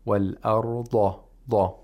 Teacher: the laud, in any case, has to be pronounced with tafkhim at the second level because it has a fatha.